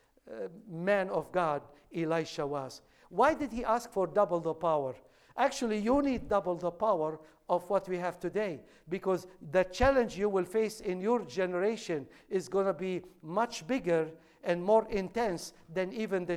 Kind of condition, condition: setting, large echoing room